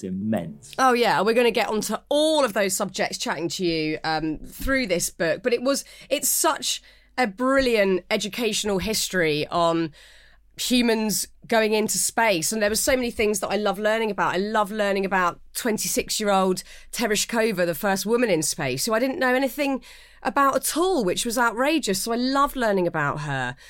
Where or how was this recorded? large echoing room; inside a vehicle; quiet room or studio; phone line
quiet room or studio